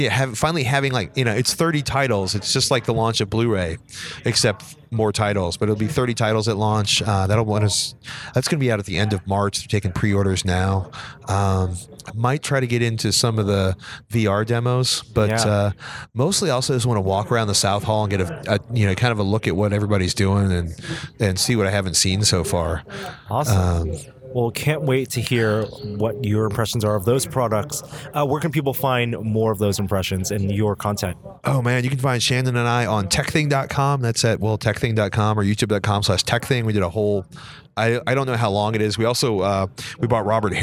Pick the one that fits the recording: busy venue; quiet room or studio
busy venue